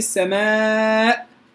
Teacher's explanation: كذلك في السماء زدنا على المد الطبيعي بمقدار معين اختلف فيه القراء